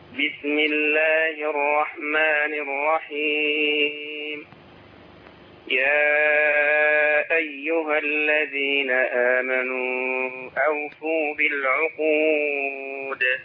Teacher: إن حضرتك في غنة مصاحبة للقراءة حاول تتخلص منها